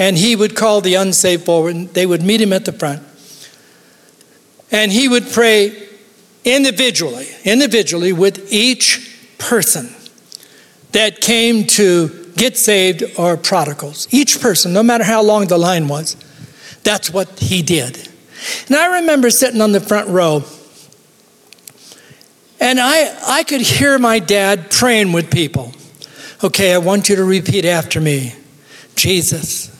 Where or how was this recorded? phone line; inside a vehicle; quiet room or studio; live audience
live audience